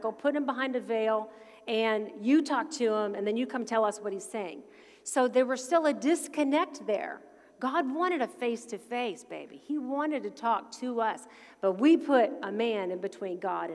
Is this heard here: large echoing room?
yes